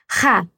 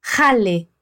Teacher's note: producimos este sonido casi como rascando la garganta